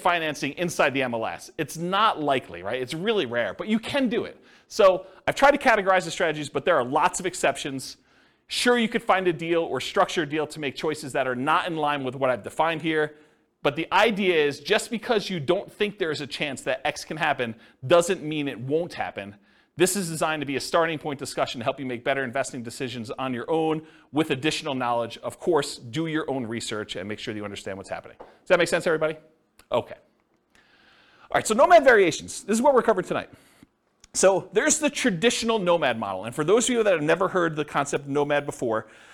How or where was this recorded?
live audience